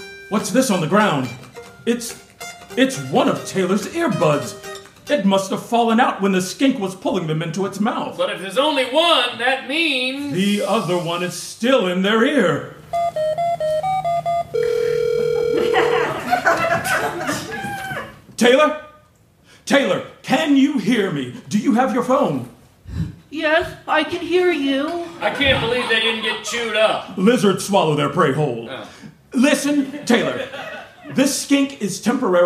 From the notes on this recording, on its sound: Enjoy this recording of two original audio dramas performed (LIVE) in front of an audience in the spring of 2023. Capital Arts Theater Guild partnered with Artist Soapbox to present ASBX LIVE: Bringing the Outside Inside. Were written to be performed with live sound effects. At Theatre Raleigh Arts Center’s, Lobby Cabaret Theatre.